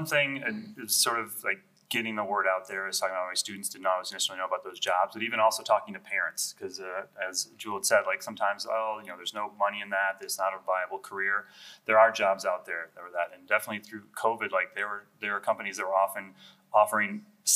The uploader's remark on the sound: our Comic-Con recording of “The Future Starts with You” podcast